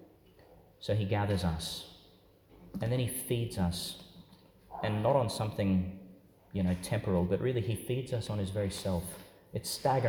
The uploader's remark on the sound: Homily for the Nineteenth Sunday in Ordinary Time, delivered in St Peter Chanel Church, Tannum Sands, Qld.